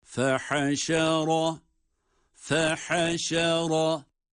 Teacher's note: Ra hariç diğerleri ince, ra kalın.